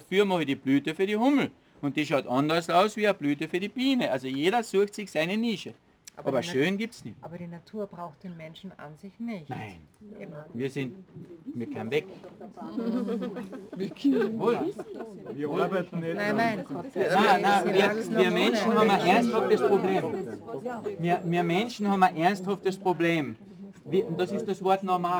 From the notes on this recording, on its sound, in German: im Rahmen eines Vortrags und einer Führung für den Kärntner Schriftsteller*innen Verband durch den Bonsai-Garten in Seeboden am Millstättersee